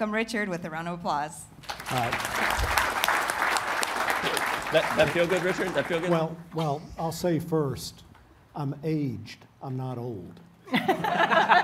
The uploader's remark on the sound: LIVE! From the main stage at The Energy Authority's 2023 Energy Symposium.